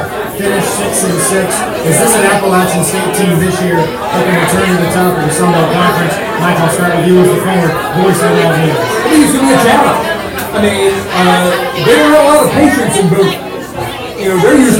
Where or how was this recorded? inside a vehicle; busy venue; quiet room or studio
busy venue